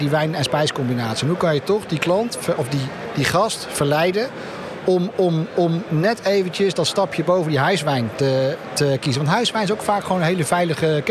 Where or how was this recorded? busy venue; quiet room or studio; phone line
busy venue